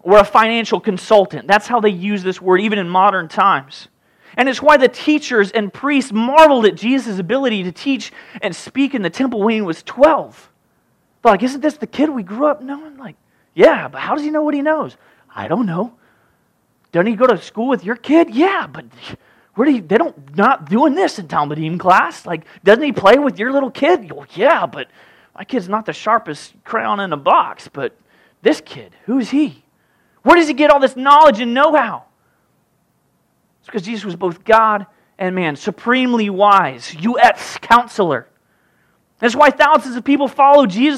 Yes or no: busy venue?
no